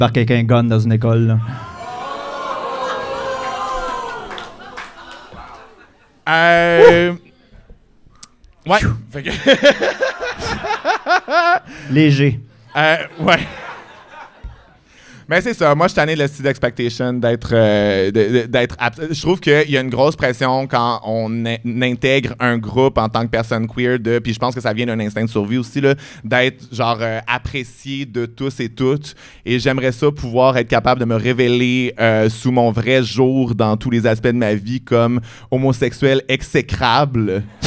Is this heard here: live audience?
yes